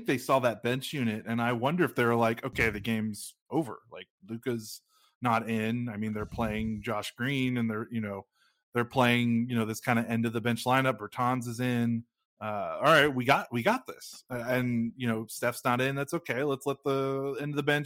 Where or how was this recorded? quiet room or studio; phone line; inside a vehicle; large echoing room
quiet room or studio